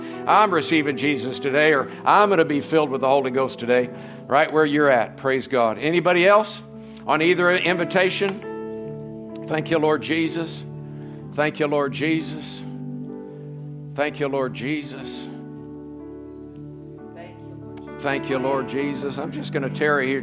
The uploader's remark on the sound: from the Sunday morning service on September 24, 2023 at Harvest Bible Church in Stockton, California